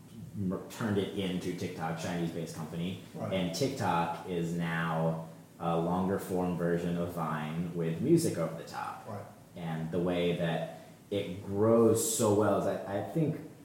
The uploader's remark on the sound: Recorded during the 2019 Columbia University Sports Management Conference